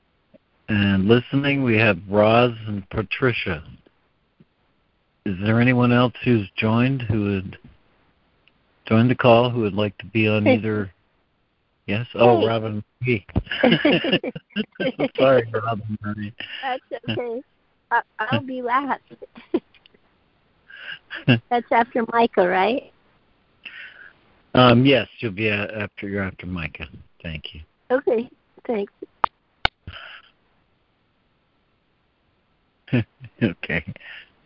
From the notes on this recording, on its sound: ACIM Daily Conference Call